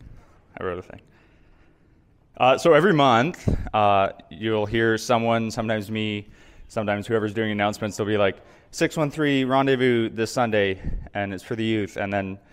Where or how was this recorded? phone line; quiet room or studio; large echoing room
large echoing room